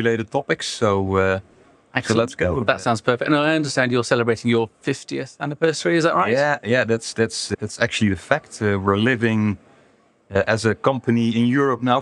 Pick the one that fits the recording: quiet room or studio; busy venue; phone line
busy venue